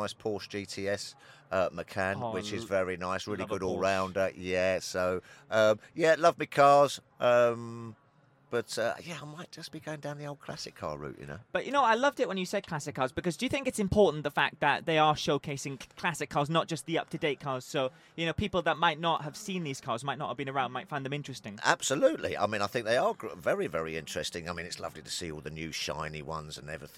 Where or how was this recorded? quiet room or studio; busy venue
busy venue